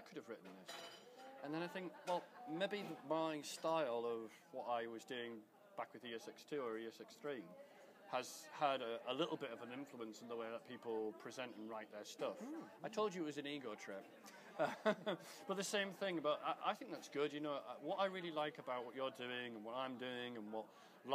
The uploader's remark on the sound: recorded at the Melbourne VMUG